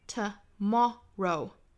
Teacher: 我们注意第一个音节是弱读的